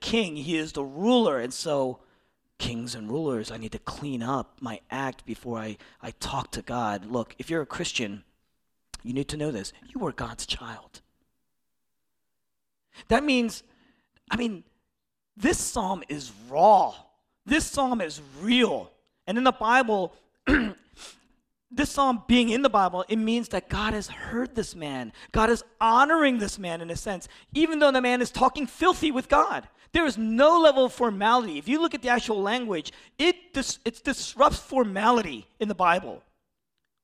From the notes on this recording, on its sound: originally preached in East Falls, Philadelphia